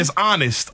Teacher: But the H is actually silent. You are saying the O.